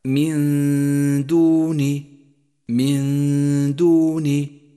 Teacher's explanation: هذه الغنة يشترك فيها الخيشوم ومخرج الدال متجافيا عنه قليلا، أي هكذا: من دوني، من دون. غنة الإخفاء في هذا الموضع غنة مرققة، لأن الغنة تتبع ما بعدها وحرف الدال مرقق